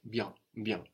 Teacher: we have the N on the end. We're swallowing that into the vowel before, into that E, so it sounds like bien, bien.